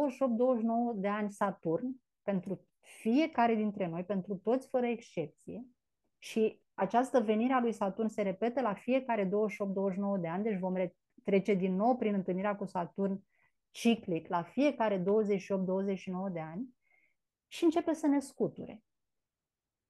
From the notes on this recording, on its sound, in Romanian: Cei peste 70 membri ai comunității SUUNA care au fost live pe zoom cu noi în această conversație.